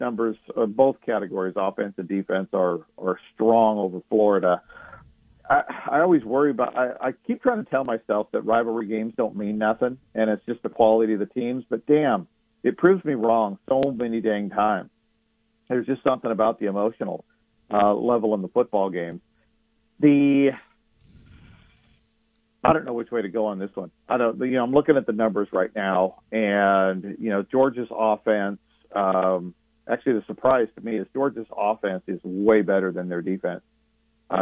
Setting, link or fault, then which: link, phone line